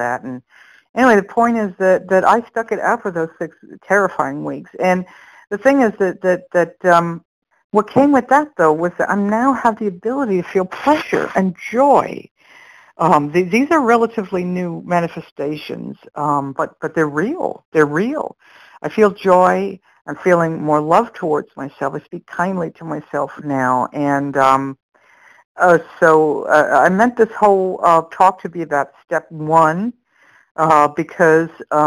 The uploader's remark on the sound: from the 100 Pounders Phone Meeting, 11/29/22